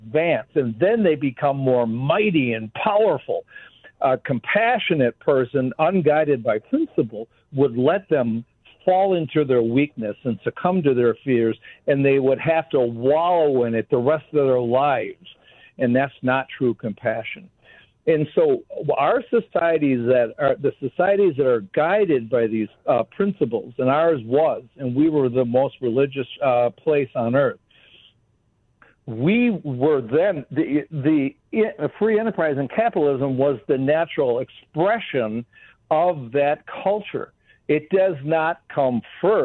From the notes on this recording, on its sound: Joins the show by phone.